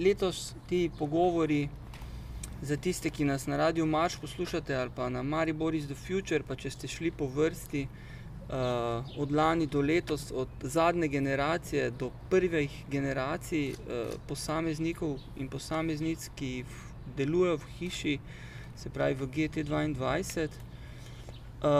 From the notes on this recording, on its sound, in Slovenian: Na ulici pred hišo ter pred publiko. GT22.